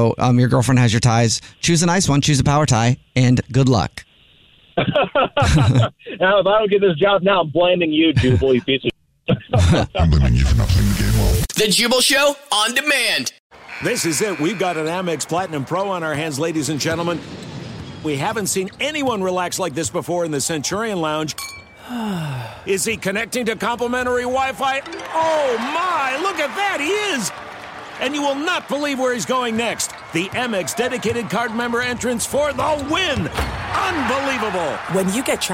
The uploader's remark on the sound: Phone Prank